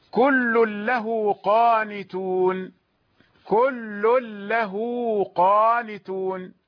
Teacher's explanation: عندما نجد مثلا أمثلة كقوله تعالى: كل له قانتون، كل له قانتون، الصلة في لفظ له، وصلنا الهاء له أصبحت واوا بمقدار حركتين